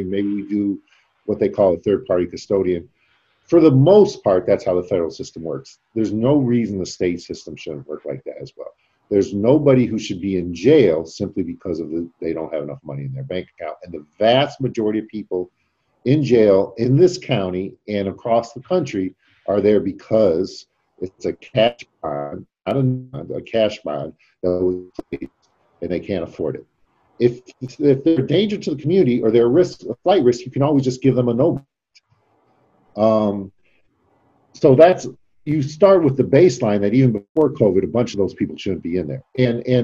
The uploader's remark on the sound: Today’s zoom video podcast.